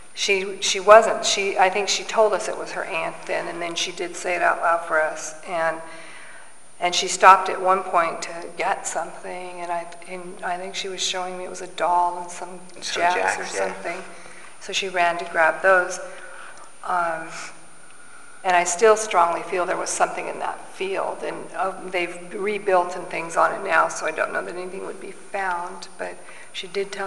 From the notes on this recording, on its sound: Live from the Grenada Theater In Ontario CA. Live from the Grenada Theater In Ontario CA.